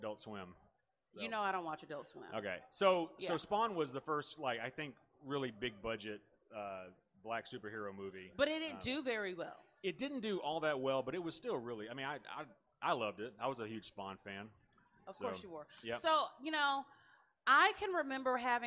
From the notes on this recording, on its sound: The Libra Lounge comes at you from the main floor of Comicpalooza 2019 in Houston, TX.